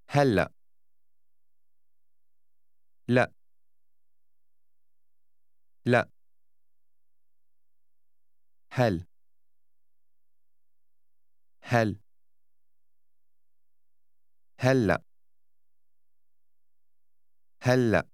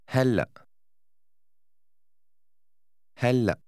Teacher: This word has a stop at the end when your breath is held a second, called a glottal stop.